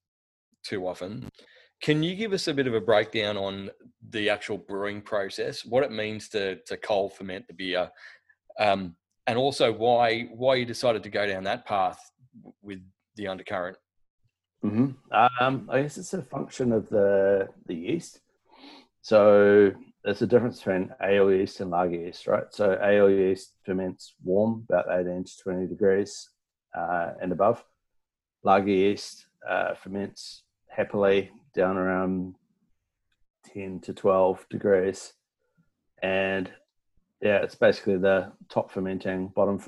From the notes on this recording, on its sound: joined us in the Virtual Meet the Brewers Zoom Room